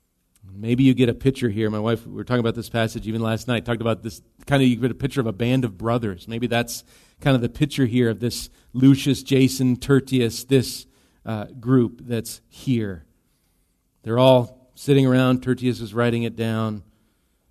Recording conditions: large echoing room